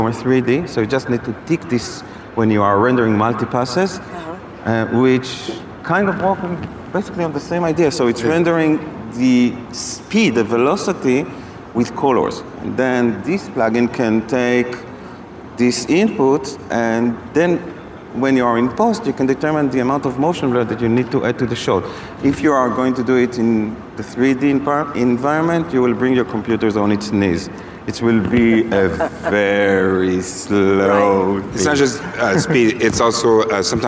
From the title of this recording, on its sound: 2019 #NABShow Live